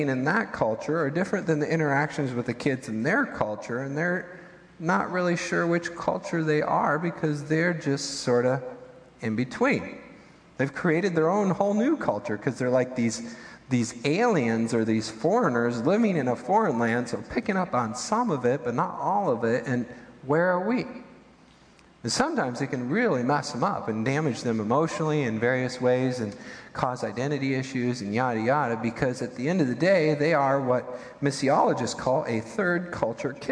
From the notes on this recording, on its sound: Midland Evangelical Free Church Sermon Audio